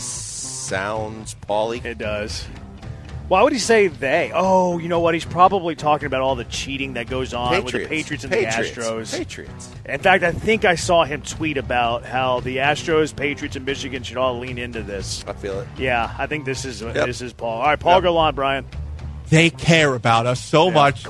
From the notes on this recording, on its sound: LIVE from East River 9!